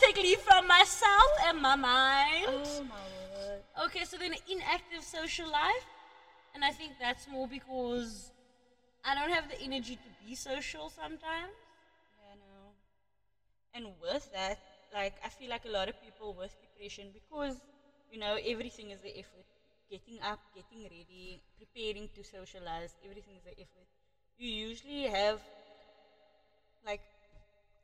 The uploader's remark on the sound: The echo episode. Episode 2 of our very amateur post for our podcast. In this epsiode we clearly don't know that the echo is turned.